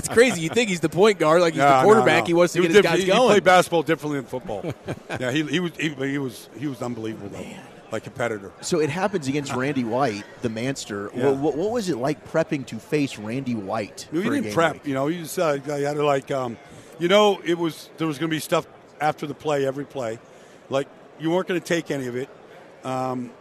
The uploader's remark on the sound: Live from Super Bowl Radio Row.